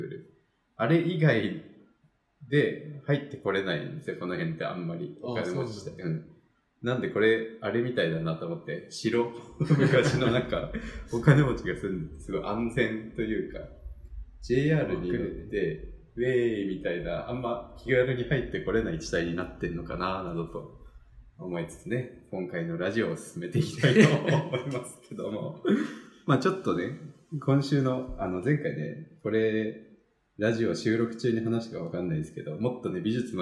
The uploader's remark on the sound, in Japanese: 今回はいつもと違う環境での収録なので、少しばかりエコー味があります